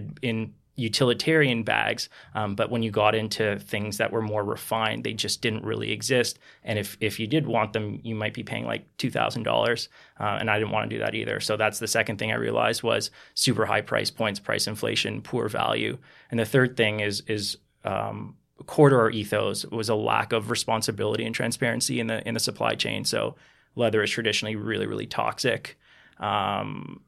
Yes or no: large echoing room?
no